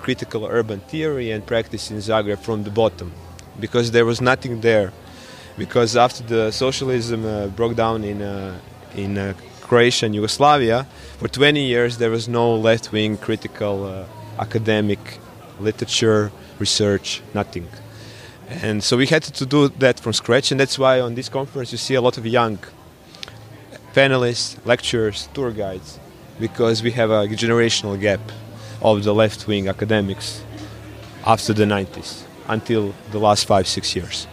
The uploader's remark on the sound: A controversial and collegial late-night open-air wine-panel in the context of the INURA (International Network for Urban Research and Action) conference in Zagreb in July 2019. A controversial and collegial late-night open-air wine-panel in the context of the INURA (International Network for Urban Research and Action) conference in Zagreb.